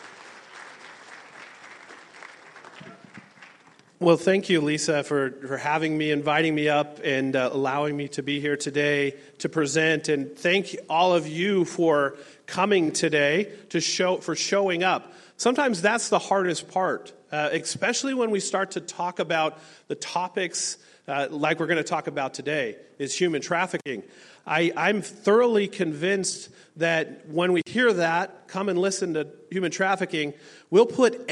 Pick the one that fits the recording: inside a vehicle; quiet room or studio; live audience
live audience